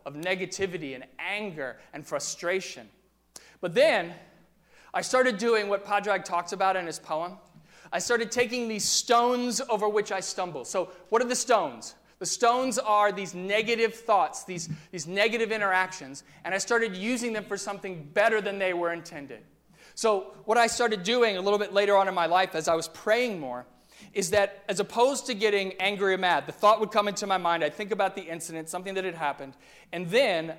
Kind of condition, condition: setting, large echoing room